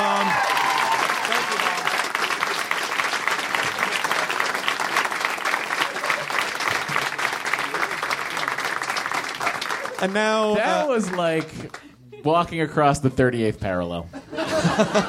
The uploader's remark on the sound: Do a live podcast at NerdMelt Showroom to celebrate.